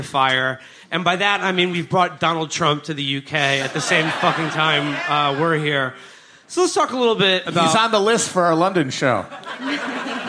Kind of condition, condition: setting, live audience